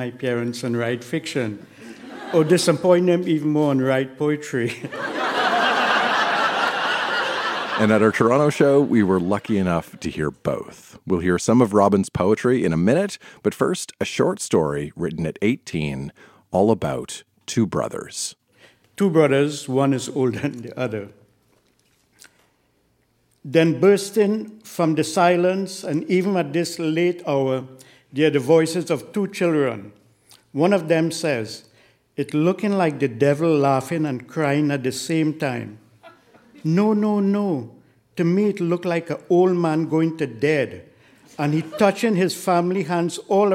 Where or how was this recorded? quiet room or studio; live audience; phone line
live audience